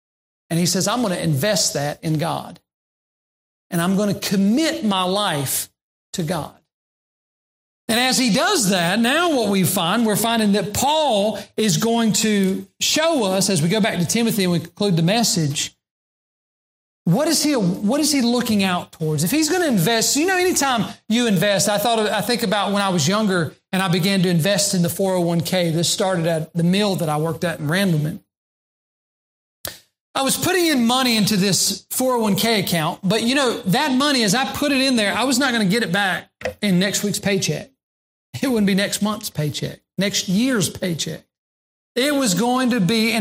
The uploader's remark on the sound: During the Sunday morning service on June 26, 2022, at Southside Baptist Church in Mount Airy, NC.